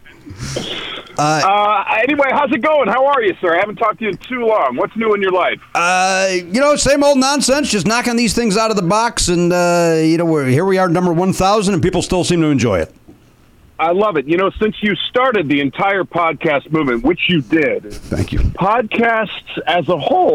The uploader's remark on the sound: take phone calls from past guests